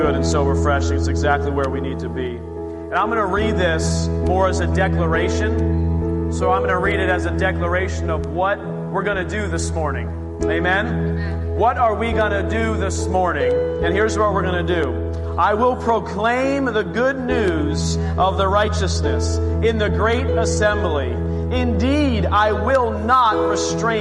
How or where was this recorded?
large echoing room